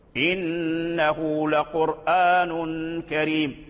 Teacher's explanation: فالقرآن حيثما وقع في القرآن يقرأه ورش بالقصر. إنه لقرآن كريم، لا يقرأ بالتوسط.